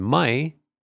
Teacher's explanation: we sustain the A of the diphthong, and then we go to the I part.